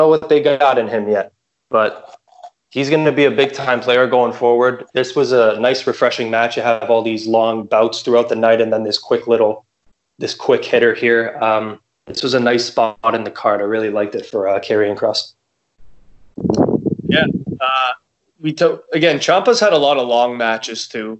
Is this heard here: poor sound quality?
no